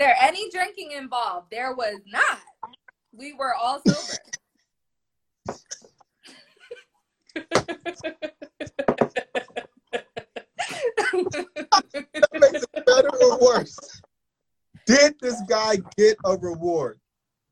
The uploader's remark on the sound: Live on Instagram